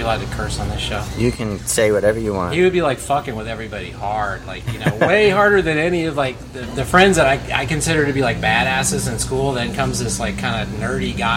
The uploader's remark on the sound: LIVE FROM HITMAN COFFEESHOP